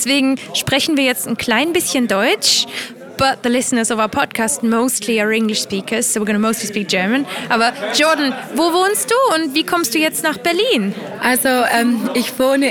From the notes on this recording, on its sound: Live from the Polyglot Gathering in Berlin. There are opportunities to listen in to the fabulous language introductions. I also brought my microphone to several new people. Languages heard on this show: German, Esperanto, Spanish, French, Indonesian, Greek, English.